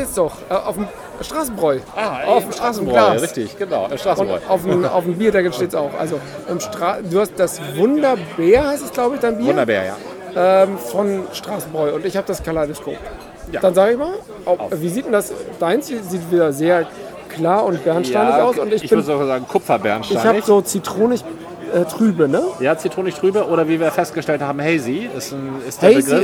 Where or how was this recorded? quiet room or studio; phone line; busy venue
busy venue